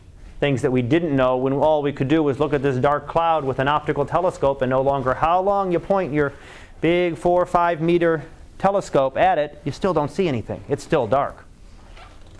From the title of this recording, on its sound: Live Class Lecture